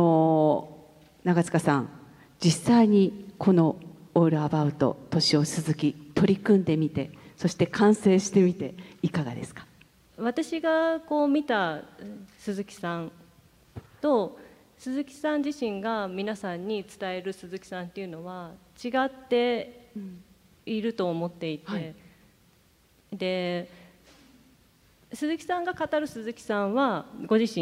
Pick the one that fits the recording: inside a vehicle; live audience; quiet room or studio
live audience